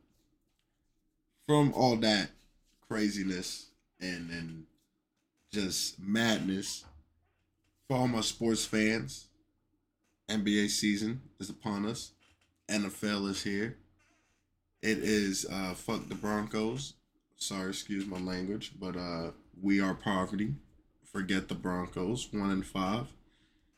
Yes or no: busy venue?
no